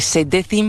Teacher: este cim que yo estoy pronunciando con una C más castellana